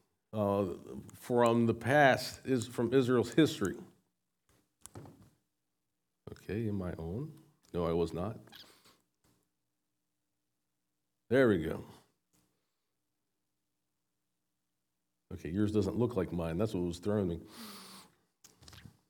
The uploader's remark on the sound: SVBC Morning Service. Recorded at Shenandoah Valley Baptist Church on Oct 29, 2023.